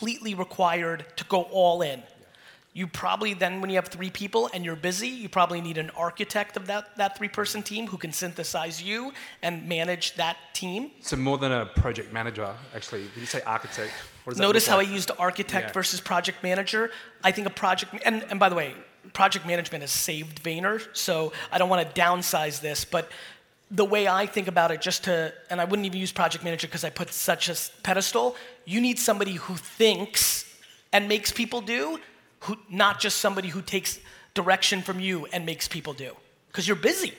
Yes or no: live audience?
yes